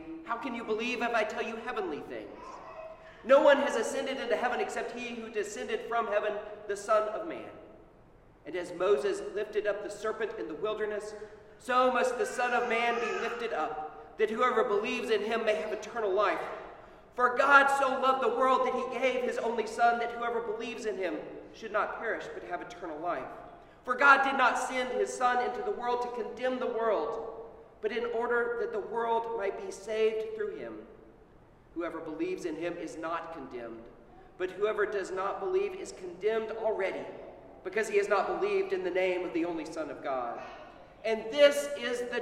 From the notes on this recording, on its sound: Sermon at Holy Trinity Anglican Church on Trinity Sunday 2021.